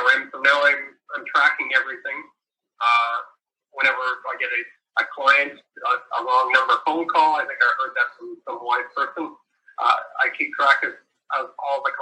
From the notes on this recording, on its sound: Apologies re audio quality. Tech issues all the way around on this one.